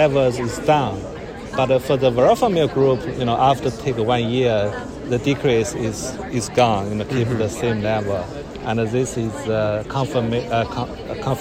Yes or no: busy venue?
yes